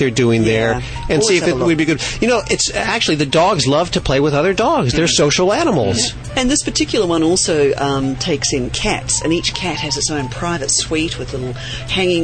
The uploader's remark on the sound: Live from Ventura beachside